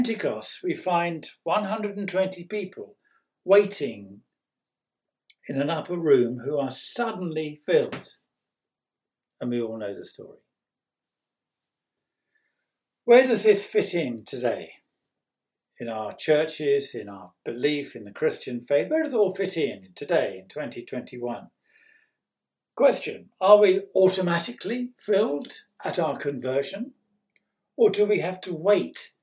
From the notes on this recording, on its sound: On 9th May 2021 at King's Church, Cockermouth. At King's Church, Cockermouth, as an audio file.